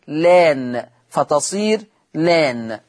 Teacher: شلت همزة الوصل وبدأت باللام، ماليش إلا القصر فقط